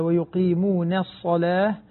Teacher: تحاول أن ترقق النون قبل الصلاة، ويقيمون الصلاة حتى ما تتأثر بالصاد المفخمة